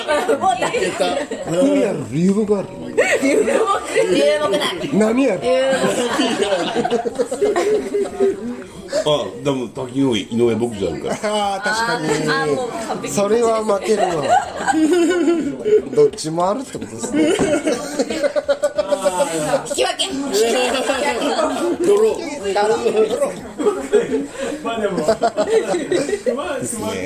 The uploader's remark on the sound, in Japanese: 滝上町オフライン収録！新オープンするふくらい家潜入収録！